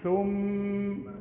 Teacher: الميم اللي عليها الشدة تلزق شفايفك بلزقة